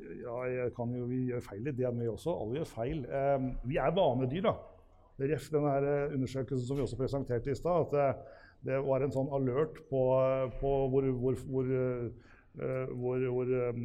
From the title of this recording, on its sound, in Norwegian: Live podcast fra nettverkstreff hos Lede